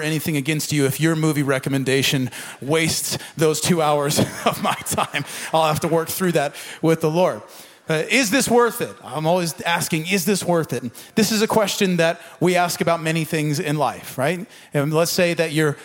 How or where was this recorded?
live audience